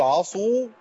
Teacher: اما اقول عصوا يبقى انا خليتها واو مادية وضميت الصاد